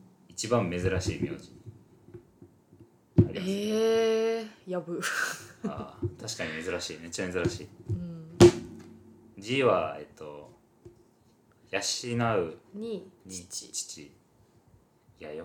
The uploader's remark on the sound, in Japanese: 収録中に机をたたきまくり、その音が入りまくっています。